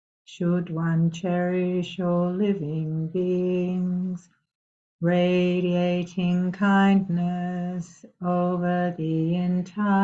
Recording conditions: video call